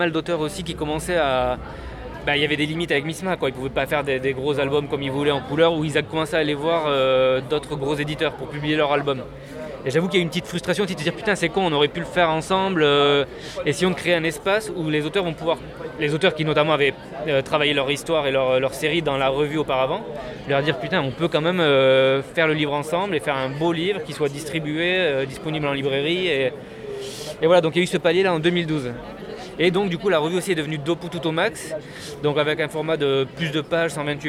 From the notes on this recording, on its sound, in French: Interview Misma Editions au festival Quai des Bulles 2021